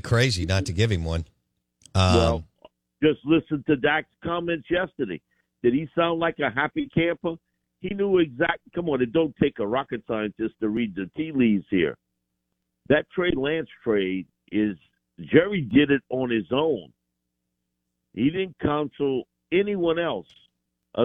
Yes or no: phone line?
yes